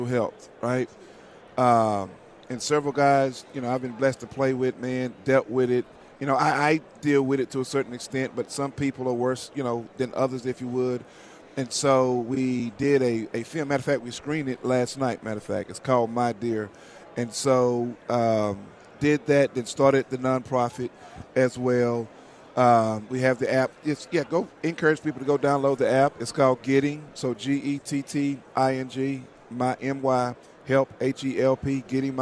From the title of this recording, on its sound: live from Super Bowl Raido Row